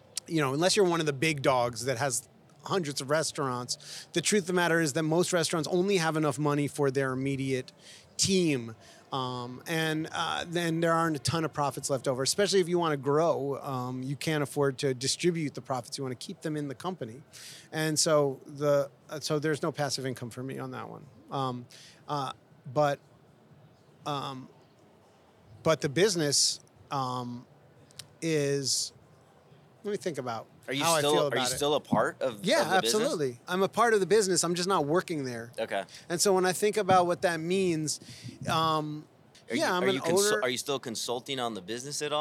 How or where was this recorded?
outdoors